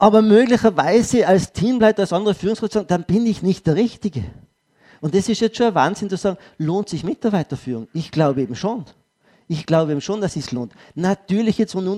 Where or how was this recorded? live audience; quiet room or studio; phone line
live audience